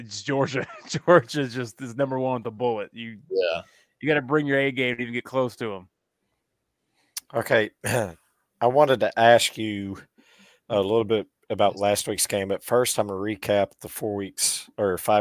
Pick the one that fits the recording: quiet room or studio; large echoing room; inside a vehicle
quiet room or studio